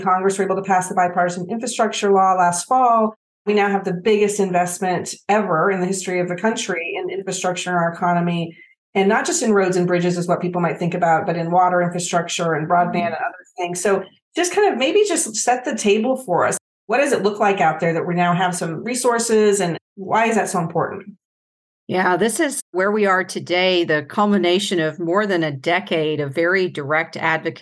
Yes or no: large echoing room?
no